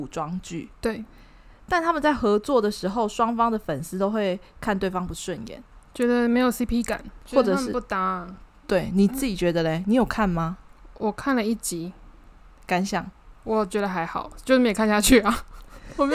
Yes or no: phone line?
no